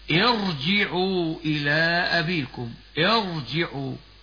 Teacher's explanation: فإذا كان الحرف المكسور قبل الراء ليس أصليا فتفخم الراء كما ننطقها كذا: ارجعوا إلى أبيكم، ارجعوا، فخمنا الراء وإن كانت ساكنة بعد كسر لوقوعها بعد همزة وصل